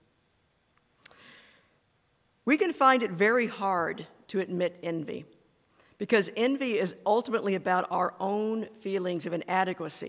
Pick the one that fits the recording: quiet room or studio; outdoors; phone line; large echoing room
large echoing room